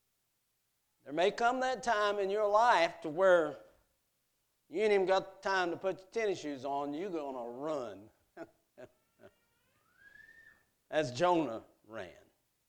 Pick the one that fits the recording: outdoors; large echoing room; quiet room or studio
large echoing room